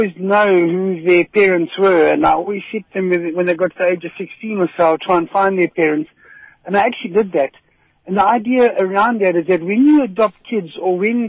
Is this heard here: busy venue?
no